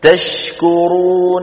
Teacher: الشين مظهرة عند الكاف لأن الشين من وسط اللسان والكاف من أقصى اللسان مع ما يحاذيه من الحنك الأعلى، الحنك العظمي كما أسلفنا.